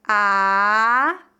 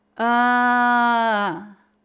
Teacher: Toque o seu nariz para sentir a vibração e pronuncie. A, an, a, Note que o nariz vibra muito mais quando pronunciamos a vogal nasal. · Shown in: second take